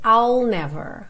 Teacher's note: Eu começo o som do I, mas eu não termino, não faço esse I. Eu pego do I'll e já boto o L ali.